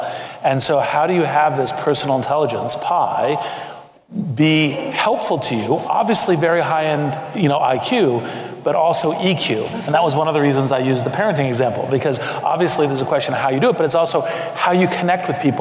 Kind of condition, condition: setting, busy venue